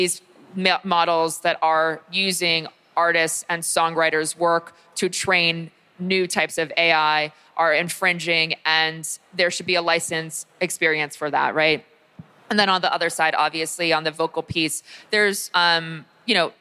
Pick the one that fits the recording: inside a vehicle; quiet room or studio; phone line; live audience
live audience